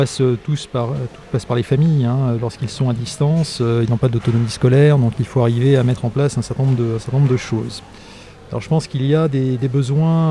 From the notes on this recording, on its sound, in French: En direct du Congrès de l'AGEEM, une table ronde réunit.